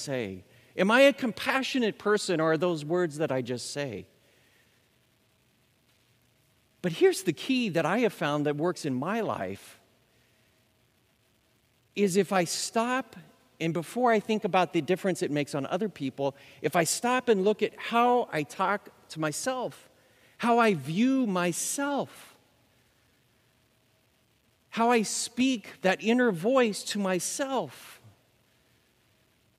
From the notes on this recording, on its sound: Recorded live at Beatitudes Church in Phoenix, AZ